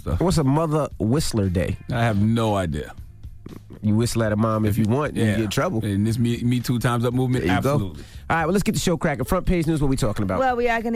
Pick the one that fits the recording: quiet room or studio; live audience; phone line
phone line